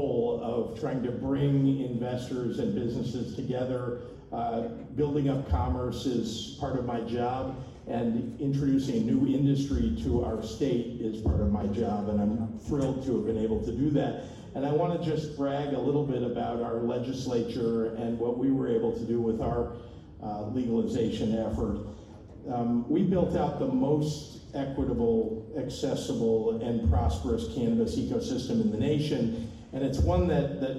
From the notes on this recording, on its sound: Entire speech at Benzinga 2023. Recorded 9/28/23 in Chicago, IL.